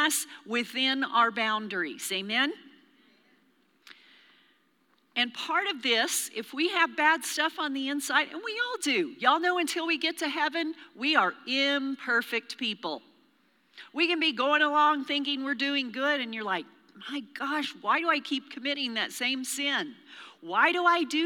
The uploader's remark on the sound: Recorded live during our Wednesday night service